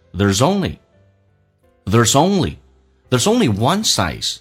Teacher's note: z 跟 only 可以连在一起变成 there's only one size